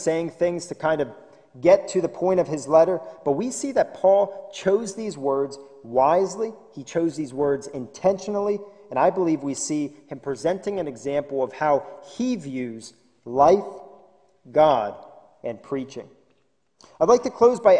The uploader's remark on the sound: This sermon was recorded live at the Lebanon Bible Fellowship Church in Lebanon, PA on 11/29/2020 during the evening service